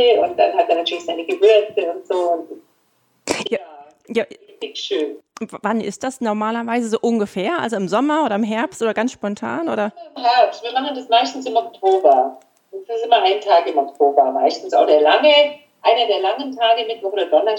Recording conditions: poor sound quality